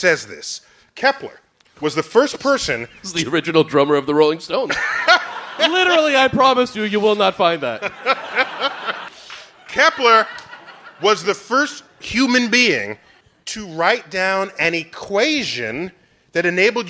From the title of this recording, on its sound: Live at the Bell House